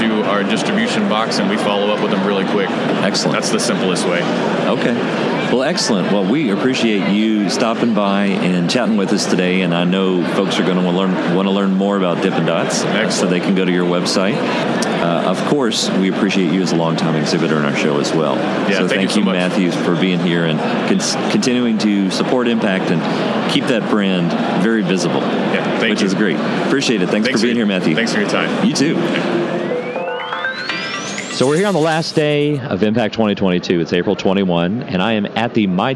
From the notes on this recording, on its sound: Relive the 2022 M-PACT Show Floor. Conversations and comments from 2022 exhibitors on the trade show floor.